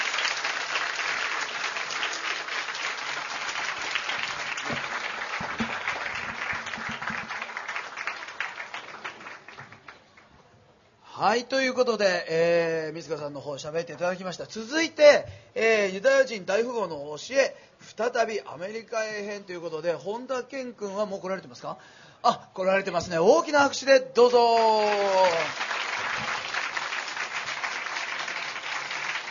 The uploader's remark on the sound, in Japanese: 公開収録イベント。TSUTAYA TOKYO ROPPONGIにて開催しました。